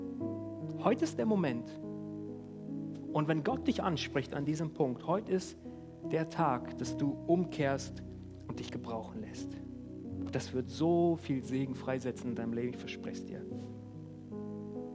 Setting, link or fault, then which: setting, large echoing room